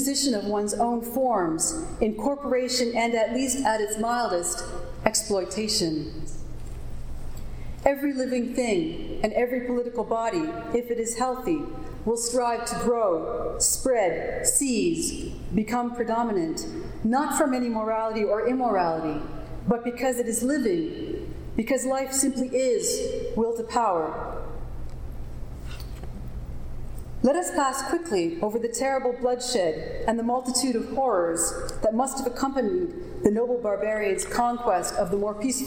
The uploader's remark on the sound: Recording of a lecture delivered on August 1, 2012. As part of the Graduate Institute Summer Lecture Series.